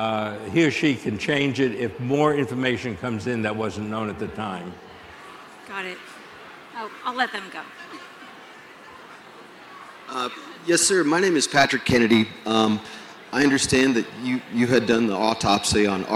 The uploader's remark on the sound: Answers Audience Questions From CrimeCon. Answered audience questions during his live conversation. At this year's CrimeCon in Florida.